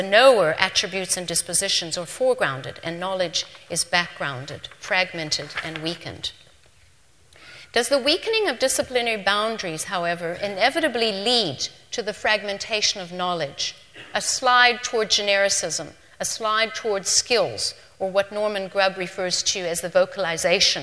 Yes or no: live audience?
yes